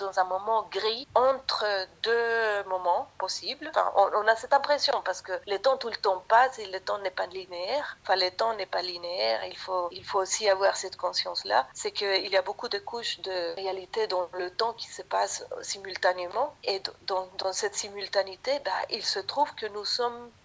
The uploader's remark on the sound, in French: Je suis au téléphone. Réalisatrice confinée sur l'île de Lanzarote.